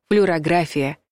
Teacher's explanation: ударение падает на предпоследний слог